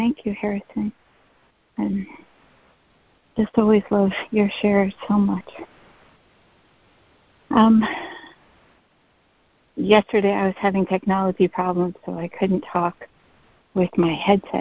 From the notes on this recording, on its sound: ACIM Daily Conference Call